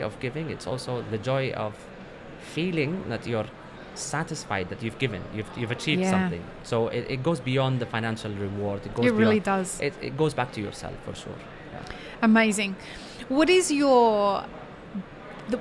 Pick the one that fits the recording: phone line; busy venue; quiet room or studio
busy venue